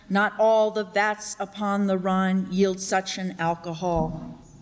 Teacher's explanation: there's something that's called a catalectic, which means the last syllable is dropped